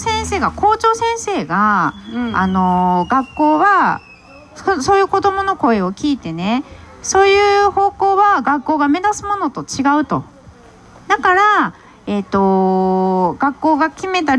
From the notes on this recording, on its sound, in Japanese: 1周年記念公開収録。京都ファーマーズマーケット会場にて公開収録しました。